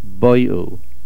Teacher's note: In this particular word, since the shorish is beis vav aleph, where the ayin hapoel is a vav and the lamed hapoel is an aleph, we will find that the stress remains on the first letter of the root, and therefore it is boyu.